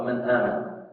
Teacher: للتخلص من هذه الهمزة وهي متحركة ينقل حركتها إلى الساكن قبلها هنا في النون ساكنة نحذف هذا السكون ونقول هذه الحركة إلى · Term: النقل